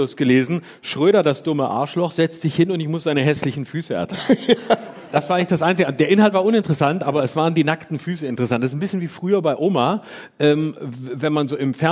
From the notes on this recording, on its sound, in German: Live aus dem Tipi. Live-Podcast im Tipi.